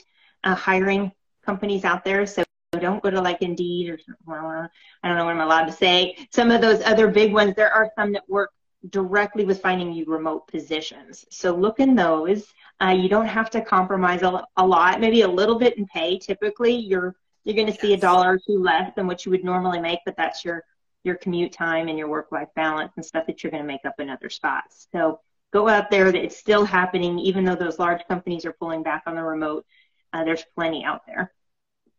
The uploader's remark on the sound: on Sit and Spill on Instagram Live